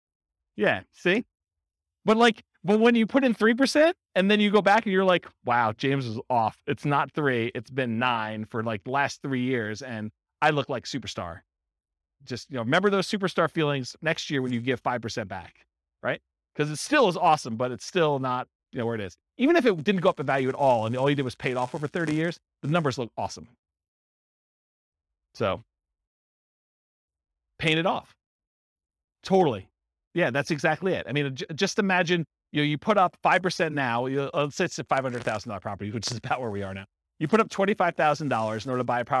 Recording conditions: live audience